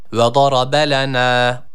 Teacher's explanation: وَضَرَبَ لَنَا Burada uzatan sadece nun harfi, bir elif miktarı uzatıyoruz. Lena kelimesindeki nun harfini bir elif miktarı uzatıyoruz.